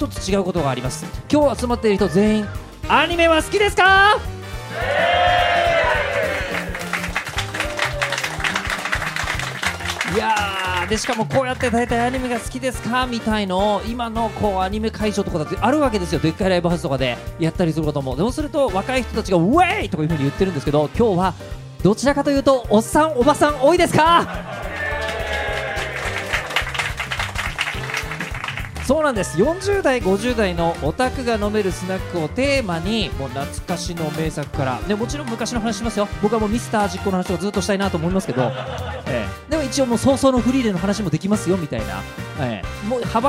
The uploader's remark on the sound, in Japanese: 実際にあるスナックをお借りして10月1日に公開収録を行っちゃいましたー！